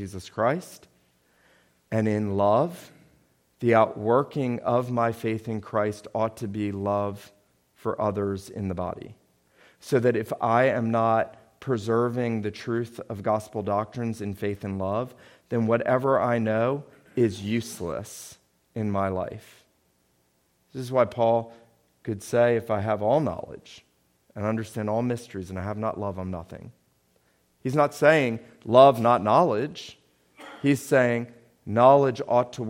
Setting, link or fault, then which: setting, large echoing room